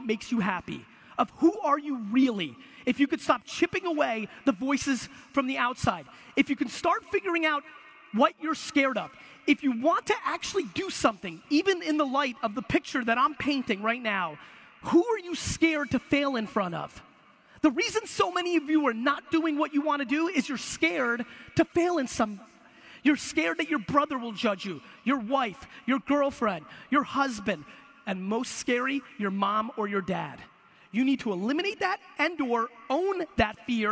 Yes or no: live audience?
yes